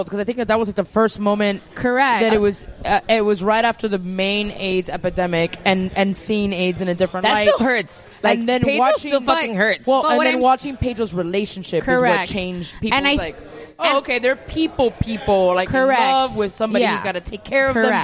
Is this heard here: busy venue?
yes